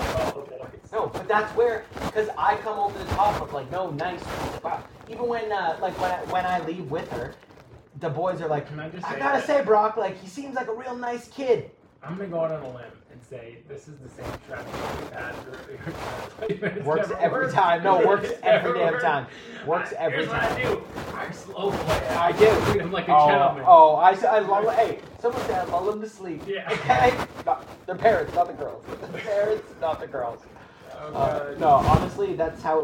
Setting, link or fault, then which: fault, poor sound quality